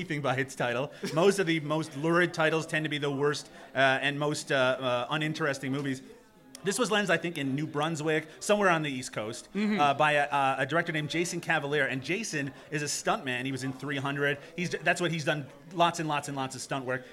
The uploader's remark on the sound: Got on stage at the What The Film Festival Bazaar.